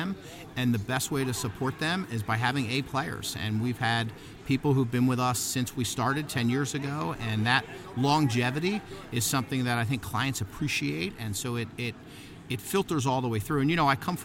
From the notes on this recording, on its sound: Both conversations were recorded live in Philly at the Franchise Show.